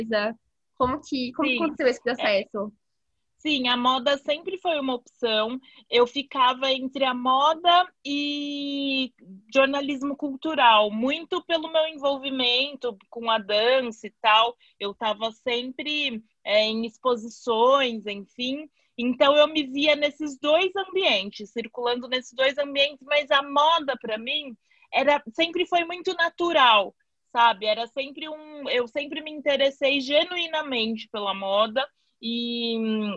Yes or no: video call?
yes